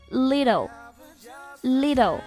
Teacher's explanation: T D 字母呢，这个浊化成了的，的发音